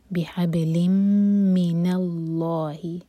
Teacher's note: ح حلق سے با پر قلقلہ لام کے نیچے کسرہ کی تنوین اس کے بعد میم تو یہ ہے ادغام غنہ کے ساتھ میم کو ہولڈ کریں گے